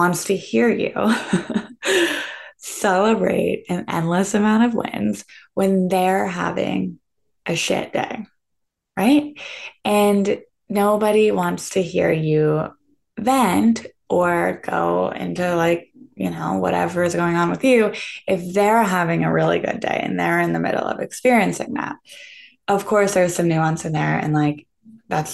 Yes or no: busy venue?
no